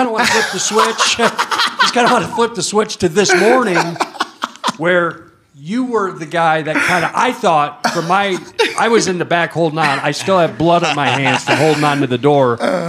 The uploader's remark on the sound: from a conference room inside of the hotel in Atlanta and opens up the floor for some questions